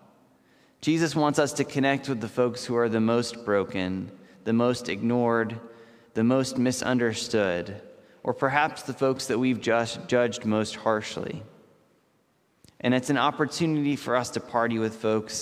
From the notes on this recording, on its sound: This message was first preached on May 10th 2021 at Linglestown Life Church in Harrisburg PA.